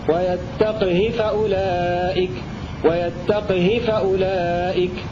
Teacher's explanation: خلاد هذا يتفق معهم في وجهه الأول بإسكان الهاء، وبه قرأ الإمام الداني على أبي الفتح فارس، والدليل كما ذكرنا: ويتقه حمى صفوه قوم بخلفه. ثانيا روى بسكون القاف وكسر الهاء بدون صلة حفص